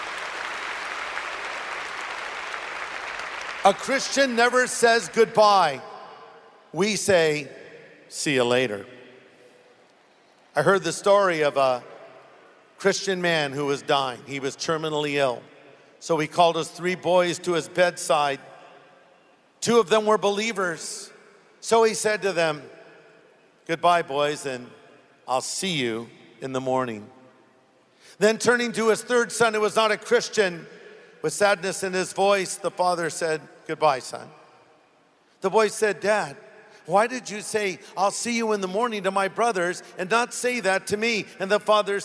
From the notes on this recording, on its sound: Originally preached at the SoCal Harvest on August 17, 2014